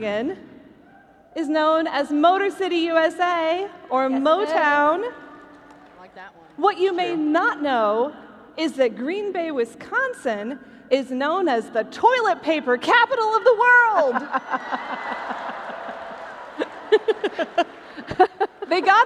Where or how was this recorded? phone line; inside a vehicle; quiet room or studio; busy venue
busy venue